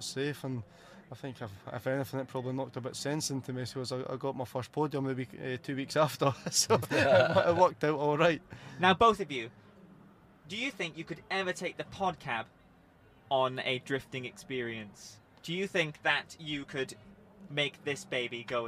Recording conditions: busy venue